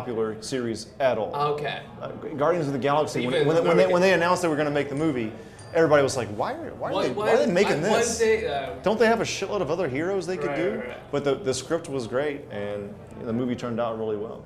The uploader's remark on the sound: We recorded a special mini-episode at the Koreatown Japanese-English Language exchange group on-site.